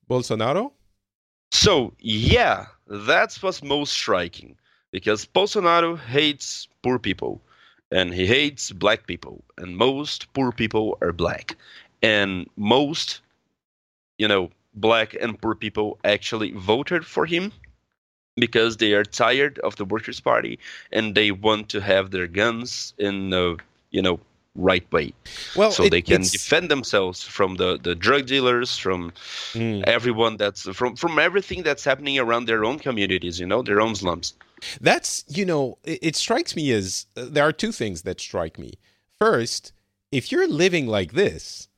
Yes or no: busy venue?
no